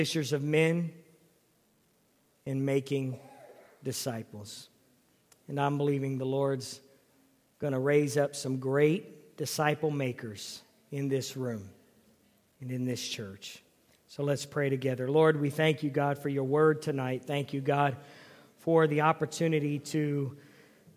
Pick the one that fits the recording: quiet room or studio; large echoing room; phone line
large echoing room